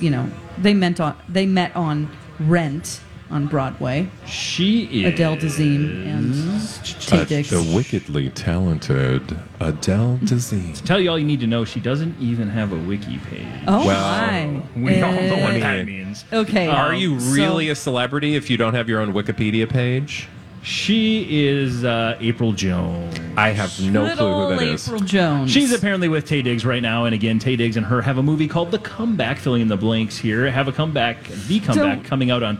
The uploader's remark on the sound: Live from the Minnesota State Fair!